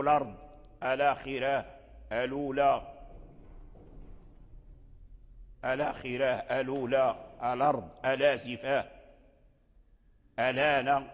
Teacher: لام التعريف إذا التقت مع الهمزة فالهمزة تحذف وينقل حركتها إلى لام المعرفة